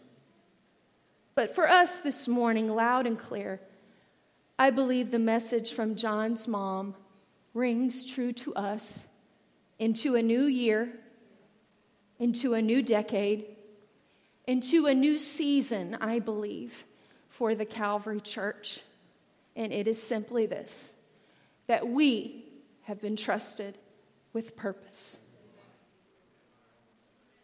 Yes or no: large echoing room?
yes